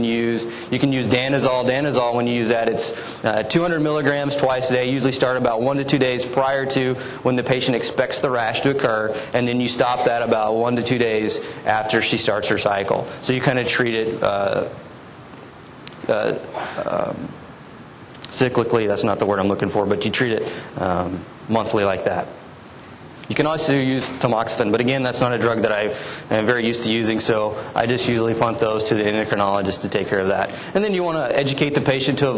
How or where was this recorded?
live audience